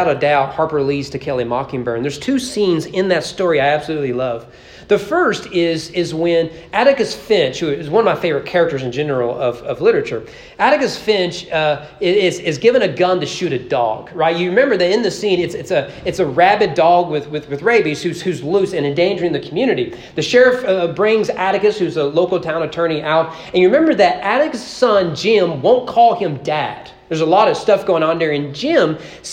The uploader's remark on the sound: Sermon preached on June 18, 2023 during morning worship at East Frankfort Baptist Church as part of our Father's Day celebration.